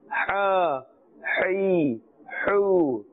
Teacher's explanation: the makhraj of this letter is from the center of the throat. A little bit more effort is needed in order to pronounce this correctly, inshallah azza wa jal.